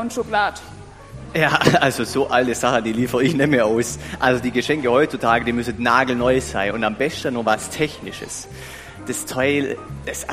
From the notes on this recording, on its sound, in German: Predigt mit Anspiel im Gottesdienst an Heiligabend.